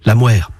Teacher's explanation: la consonne initiale se labialise, on avance les lèvres